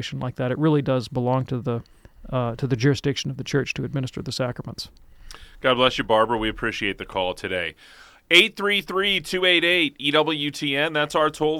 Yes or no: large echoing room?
no